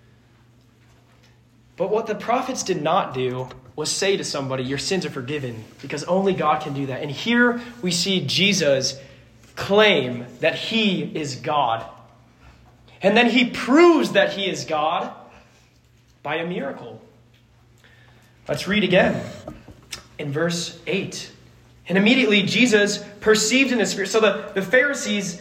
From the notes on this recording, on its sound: This sermon was preached to a Junior High audience